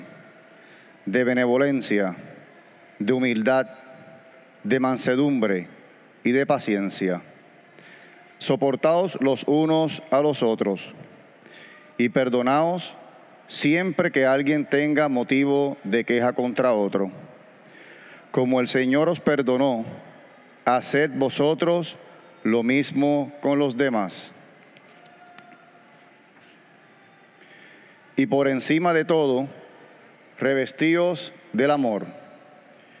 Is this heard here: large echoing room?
yes